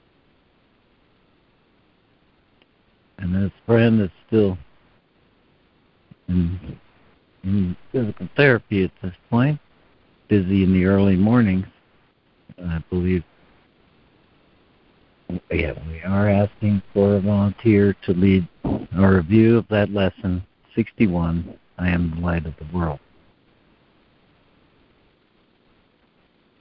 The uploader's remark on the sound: ACIM Daily Conference Call